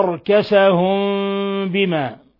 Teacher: ميم ساكنة جاء بعدها الباء، الحكم التجويدي إخفاء شفوي، إخفاء شفوي، يقرأ بوجهين، وجه بترك فرجة يسيرة بين الشفتين، وهذا هو المختار وهذا هو الراجح وعليه الأكثر وهو الأشهر، ووجه وهو مذهب أهل العراق بإطباق الشفتين، ويتعذر إخراج غنة من الخشوم مع إطباق الشفتين.